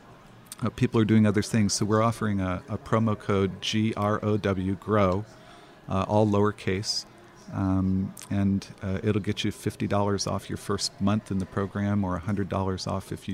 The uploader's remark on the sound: at The Path to Agility Conference